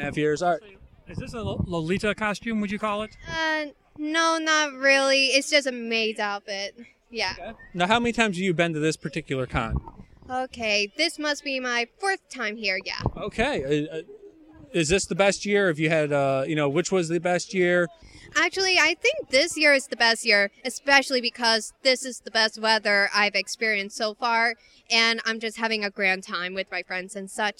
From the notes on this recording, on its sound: Nyancon 2016 Street Interviews. The Action Comedy Nerd Show live show appeared at Nyancon 2016 in Kirtland, Oh.